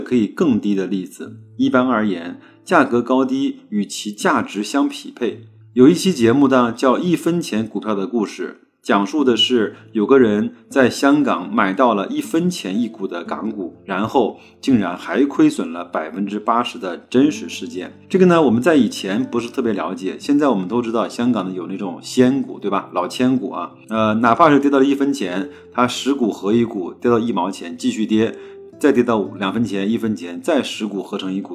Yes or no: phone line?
no